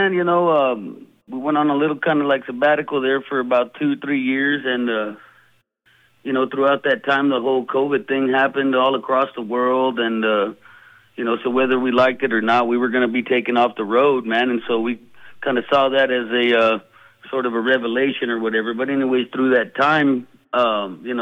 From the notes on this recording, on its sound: chats on the phone